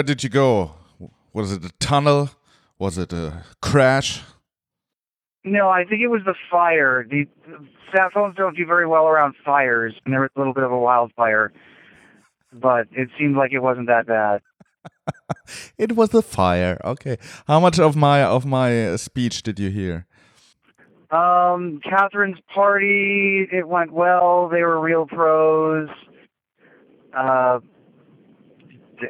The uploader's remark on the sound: Nothing says dystopian future podcast like calling in from a Satellite phone while riding cross-country trains in the USA. As you'll hear in the first few seconds, sound quality was not the first priority on this very remote edition of SW2L. The IsatPhone2.